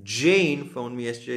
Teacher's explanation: zdôrazňujem Jane, že ona mi volala, nikto iný